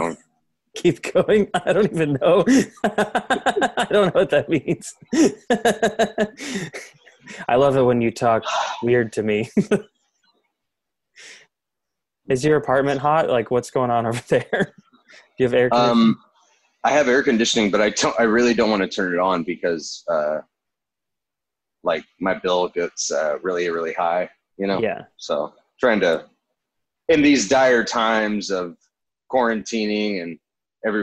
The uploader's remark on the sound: we’re back with another Zoom call episode